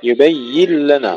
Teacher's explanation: إدغام هنا فالنون لا تظهر